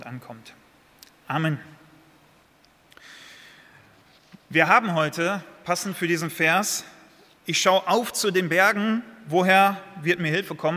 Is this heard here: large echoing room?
yes